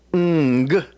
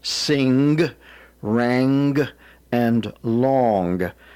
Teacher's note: Ng may sound like one sound, but it's actually two sounds. It's the N and the G being brought so close together that they blend. · Term: NG consonant blend